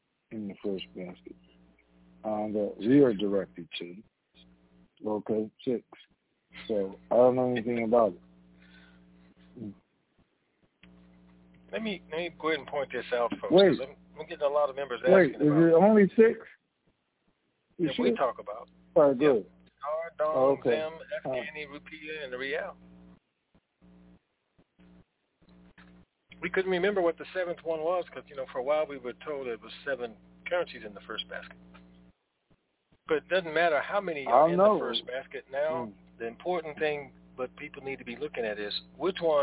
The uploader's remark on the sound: Conference Call